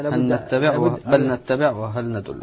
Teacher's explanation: لما ندغم اللام في النون أصبحت نونا مشددة